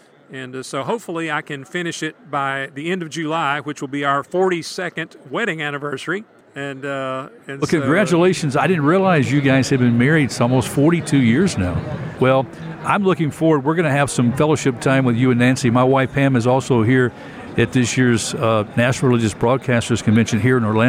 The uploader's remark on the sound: Live from 2023 NRB Convention